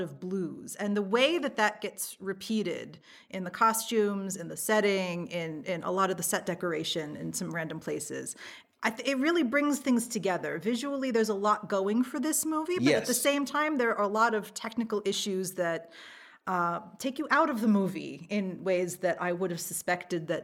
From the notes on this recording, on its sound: Q&A with LIVE AUDIENCE. This episode was recorded with a live audience from Bilkent Think Colorfully, Bilkent Wizards, and Bilkent Cinema Society.